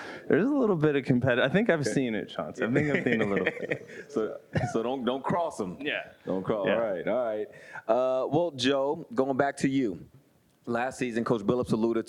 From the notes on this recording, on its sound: This episode was recorded in front of a live audience of Sport Oregon members at Wieden + Kennedy as our first-ever Sport Oregon Chalk Talk.